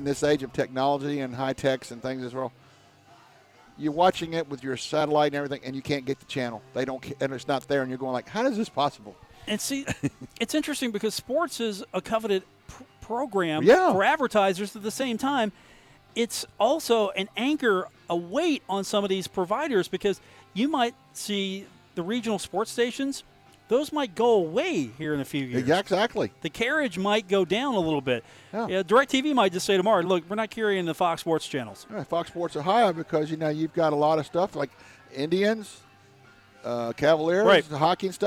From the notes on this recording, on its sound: Broadcast live from The Union Pub and Grill for the Monday edition of the show.